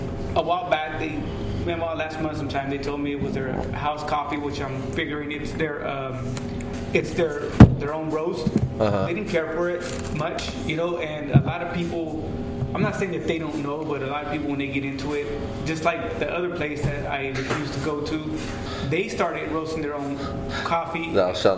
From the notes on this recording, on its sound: recorded in the one & only Spokeasy Public House